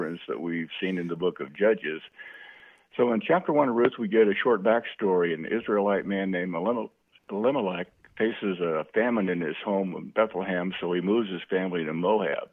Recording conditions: phone line